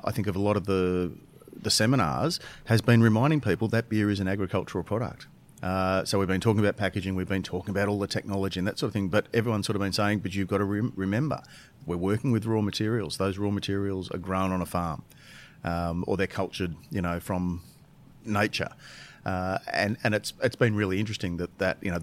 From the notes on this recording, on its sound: record live from BrewCon 2019 to discuss the news of the week